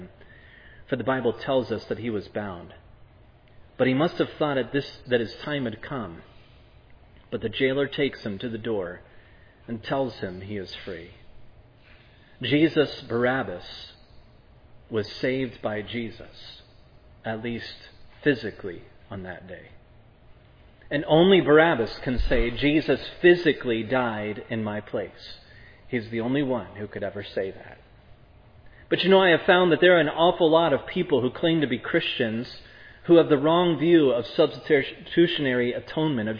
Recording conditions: large echoing room